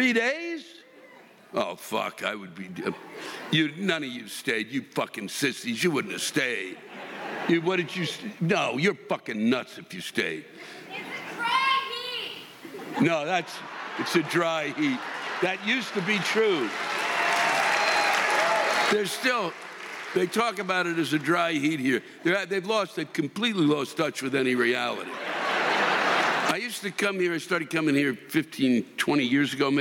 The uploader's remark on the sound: The live rants come from this past weekend’s shows in McCallum Theatre in Palm Desert, CA and the Balboa Theatre in San Diego, CA